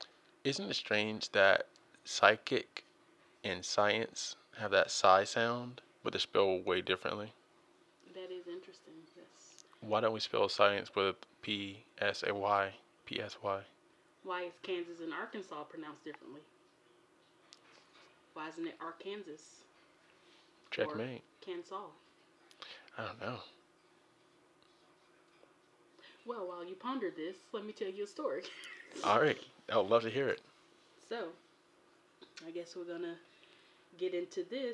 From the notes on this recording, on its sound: Please excuse the background noise in this episode.